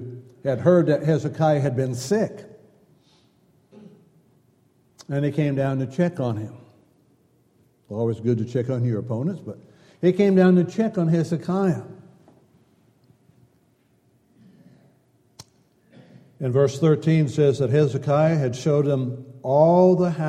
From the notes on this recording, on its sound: Downtown Church Of Christ Audio Sermon